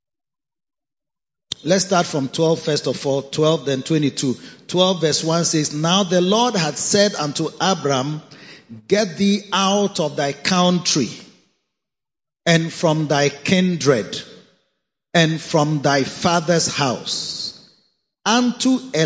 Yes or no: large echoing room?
yes